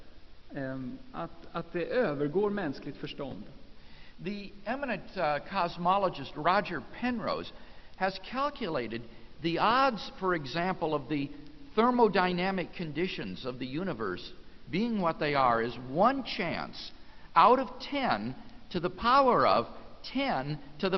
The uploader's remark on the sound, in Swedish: Inspelad i Saronkyrkan, Göteborg 1999-03-14.